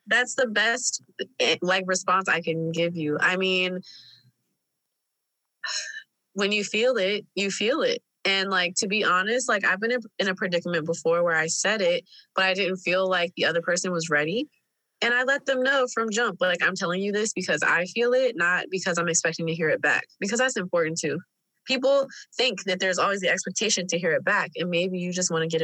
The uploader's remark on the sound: Break out the booze and turn the Zoom pod into ‘Happy Hour’.